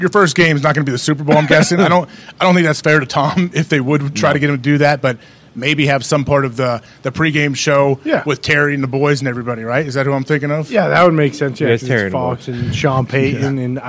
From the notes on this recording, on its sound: live from the set of College GameDay in Jackson, Mississippi